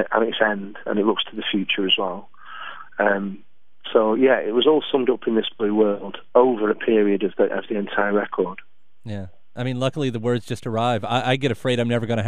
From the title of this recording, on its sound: On the Phone